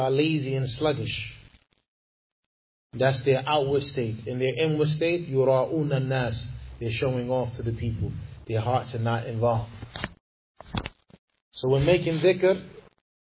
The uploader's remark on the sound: Lecture given at Masjid Nur Allah, Queens, NY